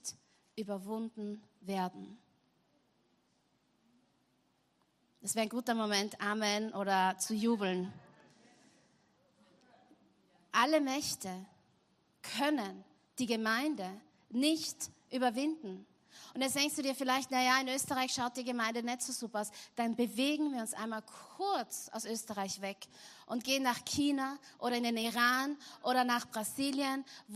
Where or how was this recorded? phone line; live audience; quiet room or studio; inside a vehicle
live audience